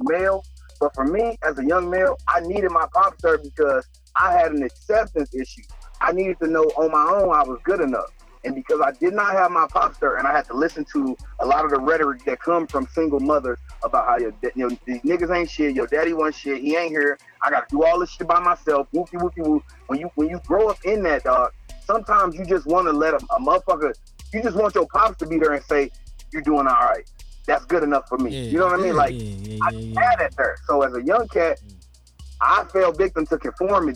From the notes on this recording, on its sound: we had a caller call